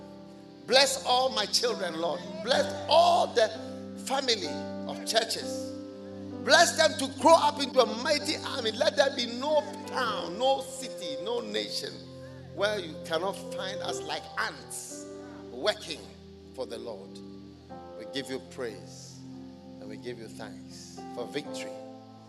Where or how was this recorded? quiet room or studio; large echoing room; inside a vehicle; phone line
large echoing room